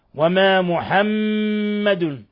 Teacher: ميم مشددة تغن مقدار حركتين، وما محمد، لاحظ إطباق الشفتين وغن من الخشوم